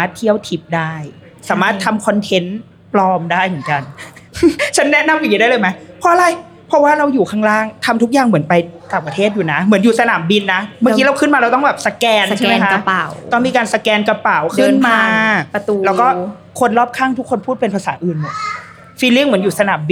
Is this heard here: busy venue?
yes